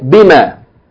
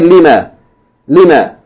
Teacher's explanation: Whenever you have ma al-istifhamiyya that's preceded by a preposition, then the elongation of the ma is deleted. It becomes a short vowel